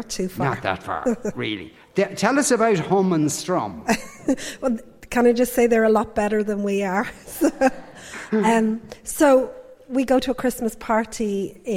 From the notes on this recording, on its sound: LIVE from Stella Cinema in Rathmines.